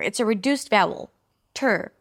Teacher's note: Then we drop to a schwa sound, ter. So it's a T sound, and then you pull it in for the R directly. There is no vowel there.